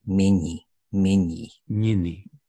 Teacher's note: And there's a very good reason, because in the Russian sound system, before the E vowel, nearly all consonants will be palatalized, softened. So it's very typical to hear mieni, mieni.